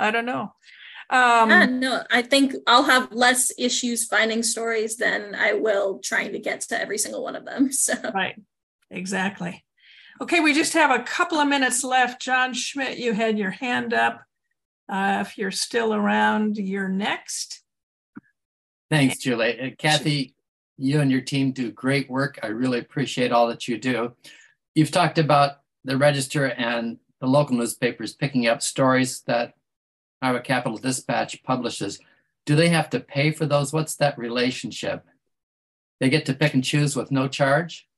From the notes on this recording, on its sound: The Monday Zoom Lunch session. Monday Zoom lunch guests. You’ll also hear questions and suggestions from experienced journalists on the call.